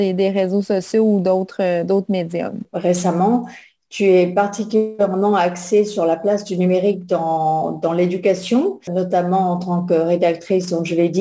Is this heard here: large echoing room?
no